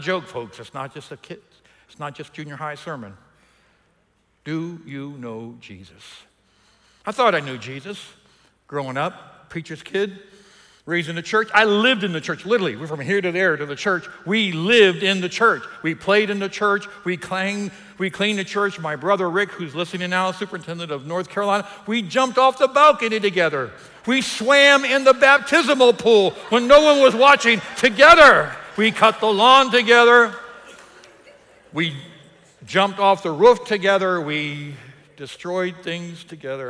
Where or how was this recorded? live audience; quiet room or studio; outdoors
live audience